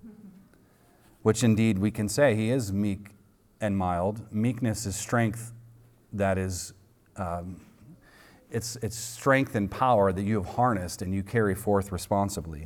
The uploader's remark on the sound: recorded on Sunday, April 2nd, 2023, at the weekly worship gathering of Cross & Crown Church